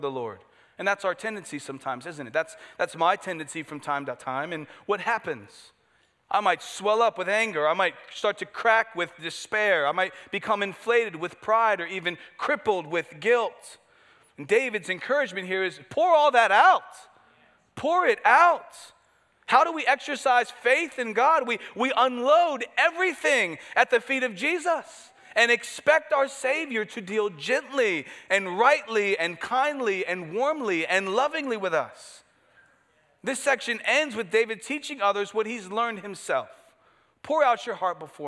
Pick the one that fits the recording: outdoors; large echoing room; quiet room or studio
large echoing room